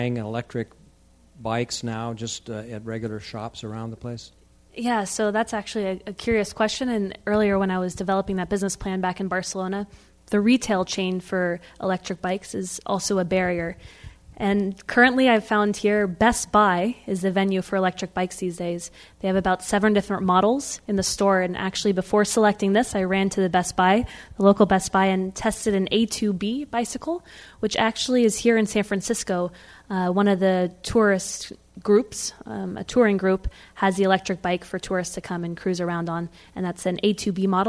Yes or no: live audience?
yes